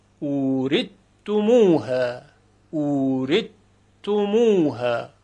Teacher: دیگر صدای سا سه نقطه شنیده نمیشه · Term: ادغام